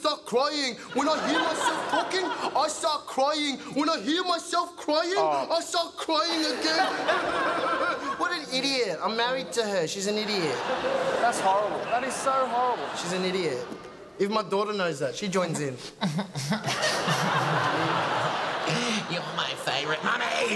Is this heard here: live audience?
yes